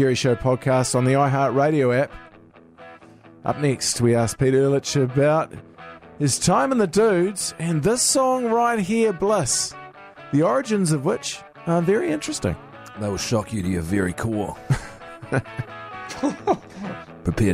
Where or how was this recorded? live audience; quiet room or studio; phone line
phone line